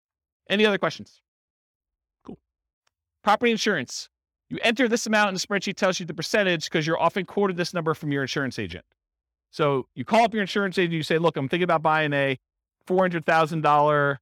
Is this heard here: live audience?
yes